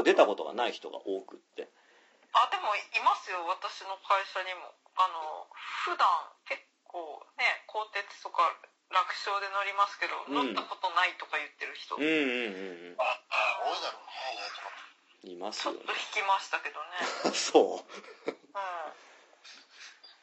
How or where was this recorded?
phone line